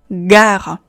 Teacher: g 是一个浊辅音，声带下沉，努力用劲儿，使劲欲震动